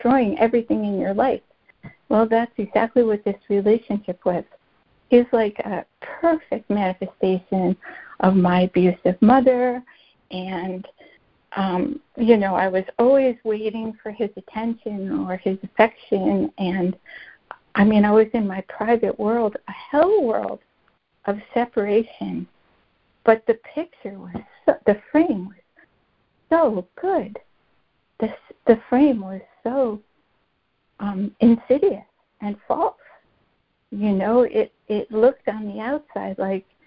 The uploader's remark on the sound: ACIM Daily Conference Call